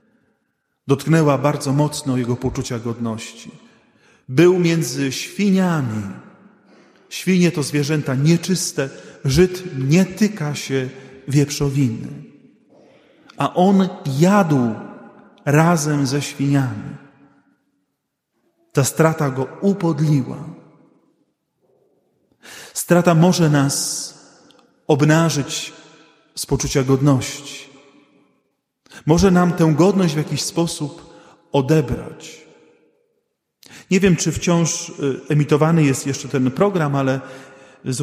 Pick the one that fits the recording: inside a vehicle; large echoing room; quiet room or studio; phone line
large echoing room